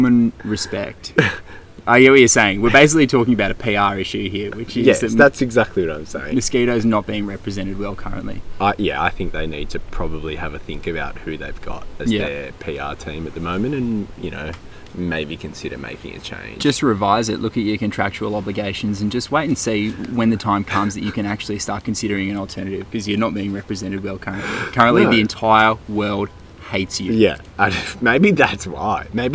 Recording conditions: wind noise